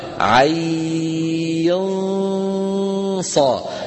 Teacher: في إخفاءها عين صا، نخفي النون عند الصاد